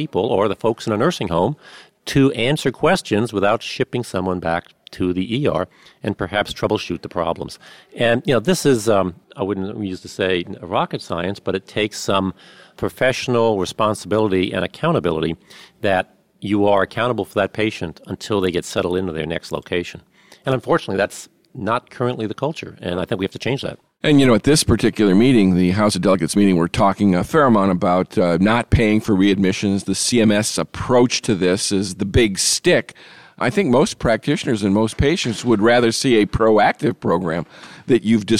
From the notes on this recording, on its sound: special broadcast recorded at the AMA House of Delegates meeting